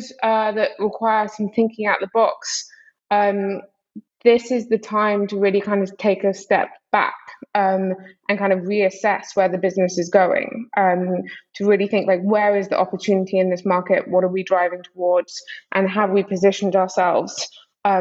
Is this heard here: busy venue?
no